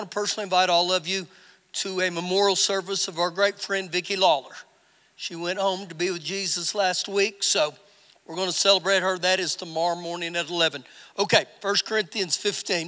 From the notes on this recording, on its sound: Recorded live during our Wednesday night service